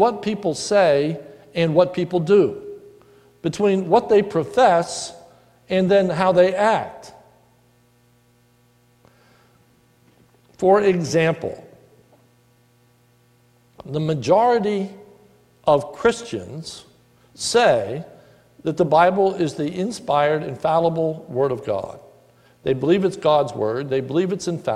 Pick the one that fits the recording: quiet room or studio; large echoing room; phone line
large echoing room